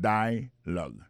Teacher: nous a remarqué que l'accent tonique là tombé sous premier syllabe là